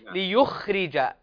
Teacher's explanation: الخاء مفخمة وساكنة وليست من حروف القلقلة